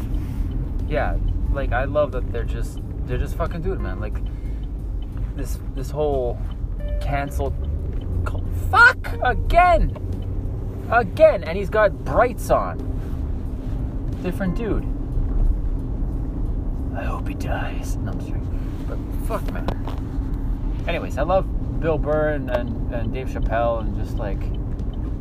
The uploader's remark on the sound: Driving home from work talking to myself like a psycho...